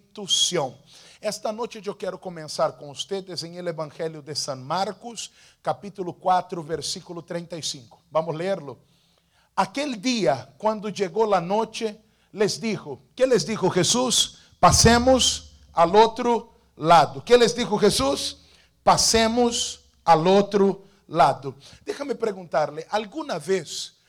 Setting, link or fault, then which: setting, large echoing room